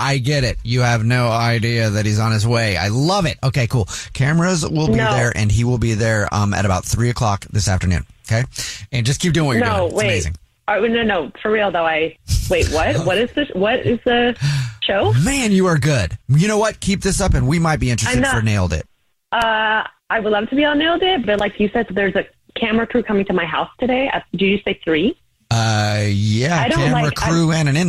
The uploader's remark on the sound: Phone Prank